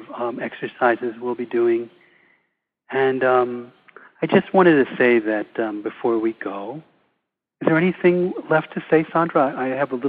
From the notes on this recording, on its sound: Recording of Sept 2, 2015 introductory call